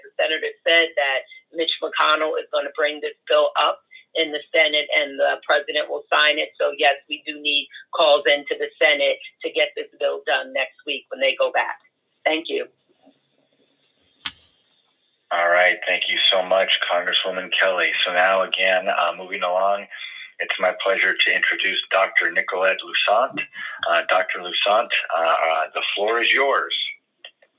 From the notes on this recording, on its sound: Naacp along with government officials addressing concerns about the Corona Virus via conference call. I was invited to the call and decided it was a good Idea to share the information with my listeners.